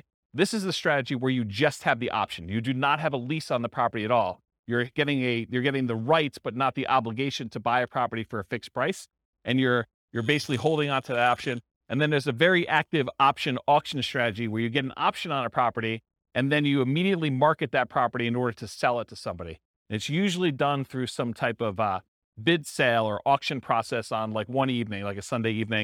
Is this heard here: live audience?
yes